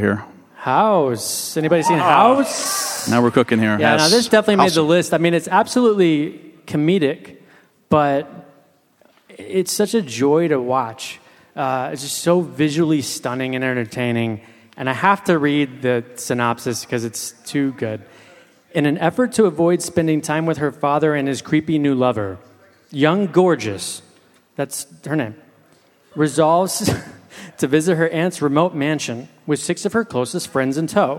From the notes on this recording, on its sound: Live at the Music Box. This episode was recorded live.